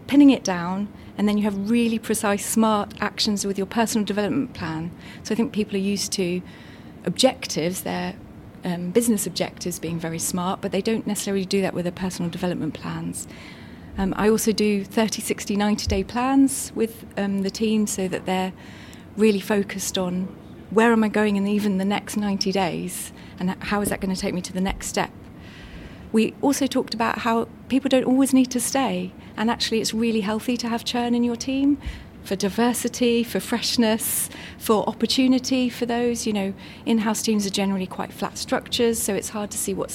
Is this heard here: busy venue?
yes